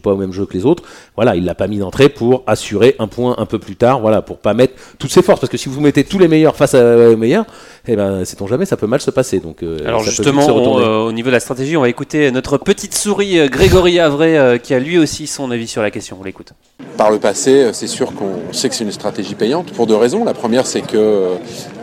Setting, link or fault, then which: setting, busy venue